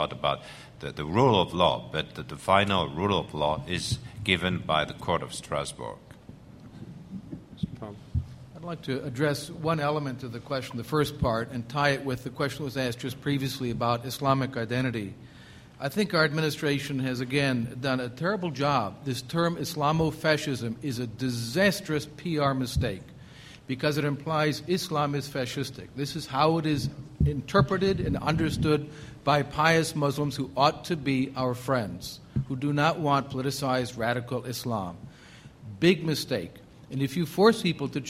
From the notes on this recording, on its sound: The Federalist Society presented this Showcase Panel at the 2006 Annual National Lawyers Convention on Thursday, November 16, 2006.